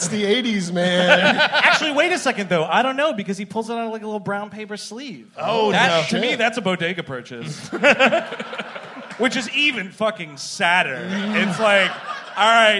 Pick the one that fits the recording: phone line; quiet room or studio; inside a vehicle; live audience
live audience